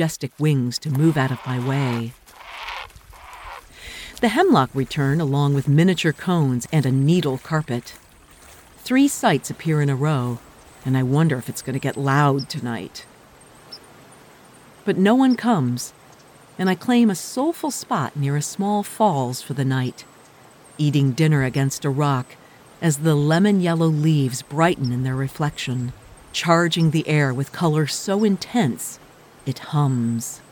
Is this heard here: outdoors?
yes